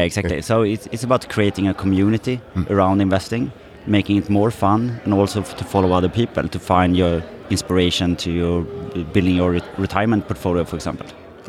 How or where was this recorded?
busy venue